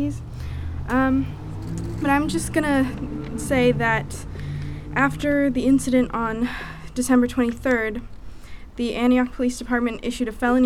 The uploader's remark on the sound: sounds from a rally held on the steps of the Antioch Police Department